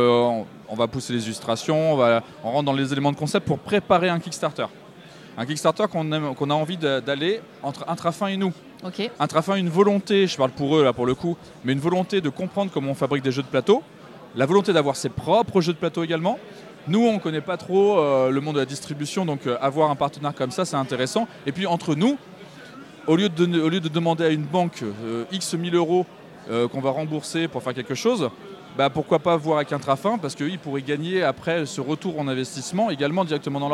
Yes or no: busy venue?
yes